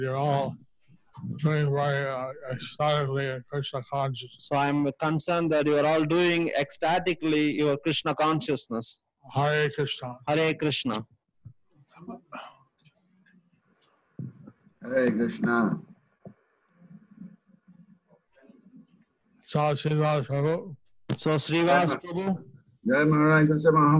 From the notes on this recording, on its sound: Zoom Session With Ghana Devotees